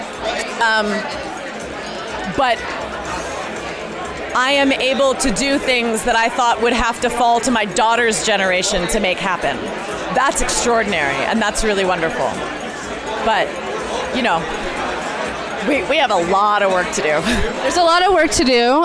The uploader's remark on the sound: Opening Night at Sundance Film Festival. We are LIVE from the SundanceTV HQ red carpet.